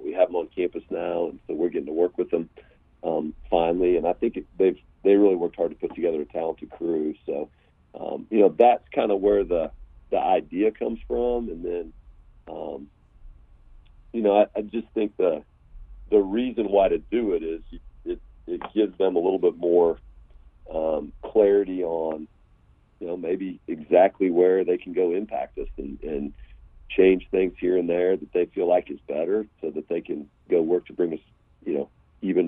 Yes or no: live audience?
no